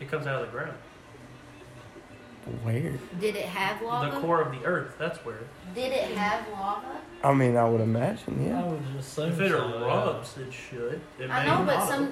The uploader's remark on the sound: Forgot the recording equipment!